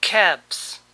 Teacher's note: Como ven, la L no se pronuncia.